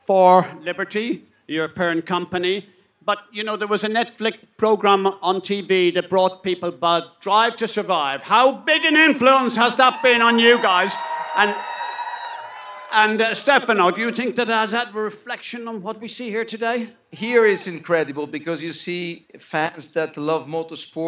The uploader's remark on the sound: LIVE AT SILVERSTONE. Live on stage at the British Grand Prix. Recorded & Edited by New Strange.